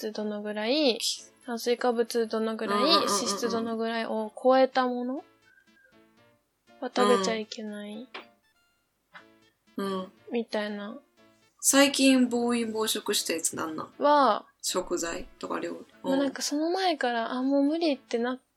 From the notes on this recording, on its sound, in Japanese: 新しい収録の機械にチャレンジして失敗しました！途中で爆音が入ります。お聞き苦しいですがどうぞ。